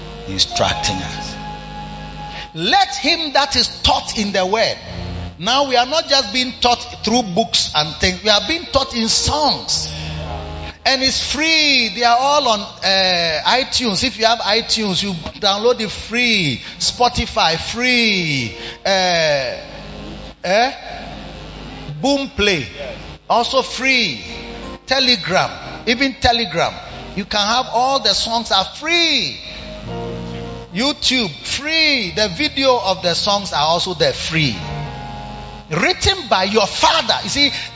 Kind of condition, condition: setting, large echoing room